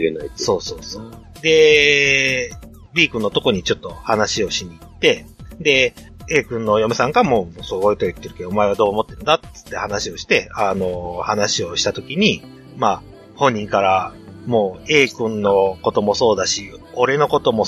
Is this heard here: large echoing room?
no